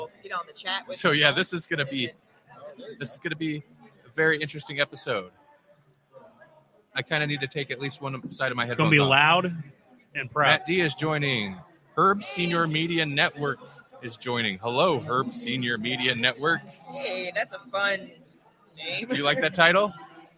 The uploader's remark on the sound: Live from O Con Expo 2019 in Council Bluffs, Iowa!